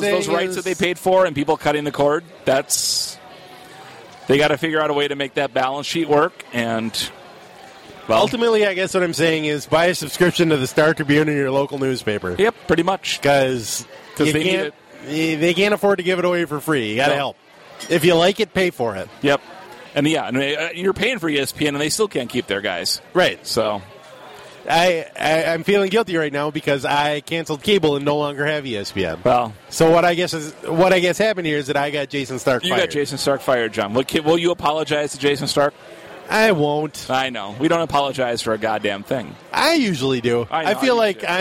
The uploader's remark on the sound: Meet up at Surly.